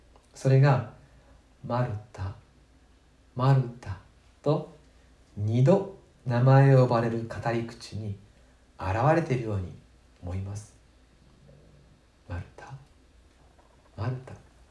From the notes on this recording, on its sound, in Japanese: 2020/05/17吉備教会礼拝メッセージ録音です。